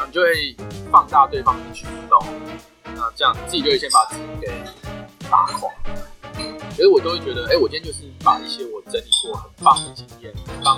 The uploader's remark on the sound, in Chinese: 本集音檔為 2019 年錄製，錄製時收錄較多環境雜音，已降噪處理加上背景音樂。